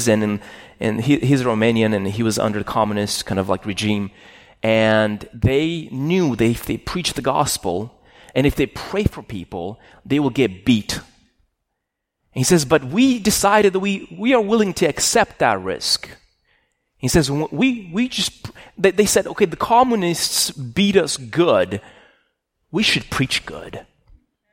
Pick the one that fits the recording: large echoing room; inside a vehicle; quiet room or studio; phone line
large echoing room